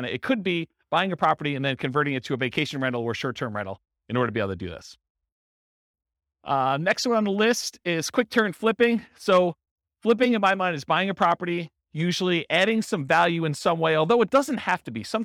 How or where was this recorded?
live audience